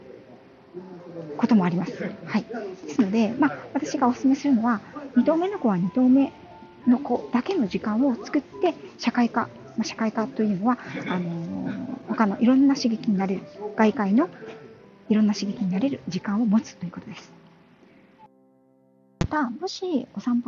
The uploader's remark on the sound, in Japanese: 歩きながらの収録のため、雑音多めですみません